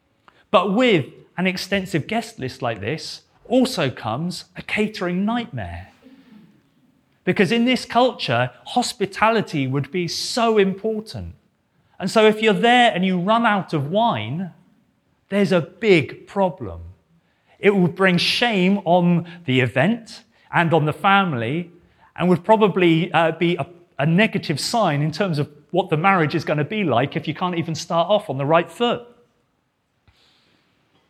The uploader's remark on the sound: This sermon was preached at Welcome Baptist Church on Sunday 25th September 2022.